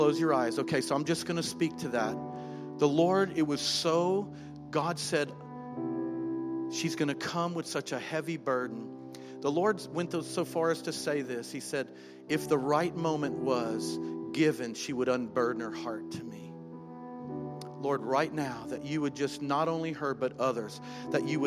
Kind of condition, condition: setting, large echoing room